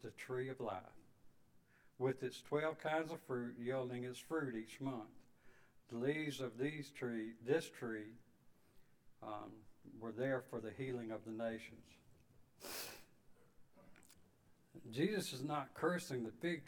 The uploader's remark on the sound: Sunday evening service 11/6/22